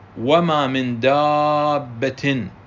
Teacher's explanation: الباء مشددة وقبلها حرف مد · Term: المد اللازم المثقل